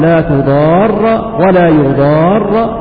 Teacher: وباقي القراء قرأوا بفتح الراء لا تضار ولا يضار بتشديد الراء مفتوحة